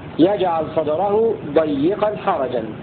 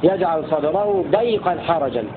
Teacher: بكسر الياء مشددا في لفظ ضيقا · Shown in: first take